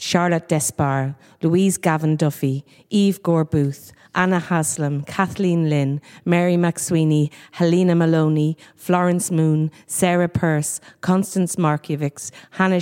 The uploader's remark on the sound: The Women’s Podcast at The National Gallery